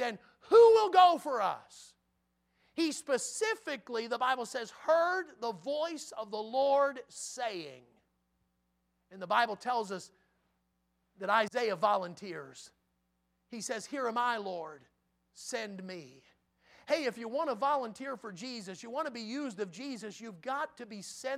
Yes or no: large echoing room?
yes